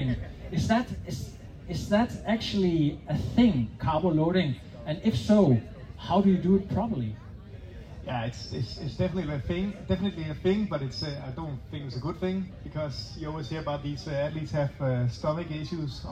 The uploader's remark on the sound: IM Cph 2023 Live on Stage. Live interviews fra Amager Strandpark.